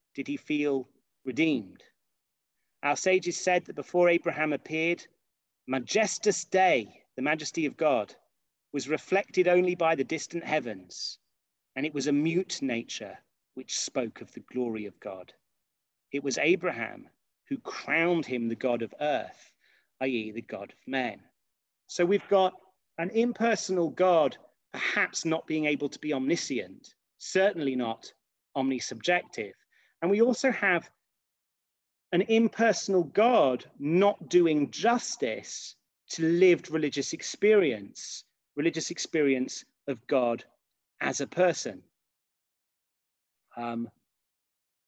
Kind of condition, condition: link, video call